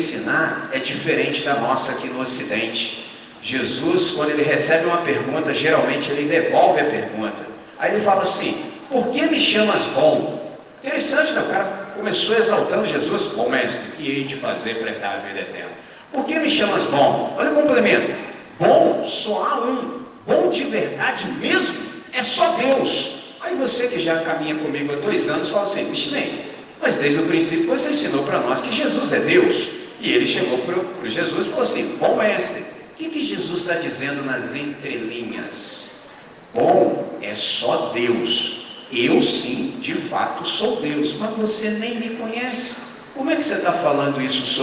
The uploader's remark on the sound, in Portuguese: Gravado em 31 de Maio de 2023 com os estudantes do 6°, 7° e 8° ano do Colégio Batista Brasil unidade Volta Redonda, RJ.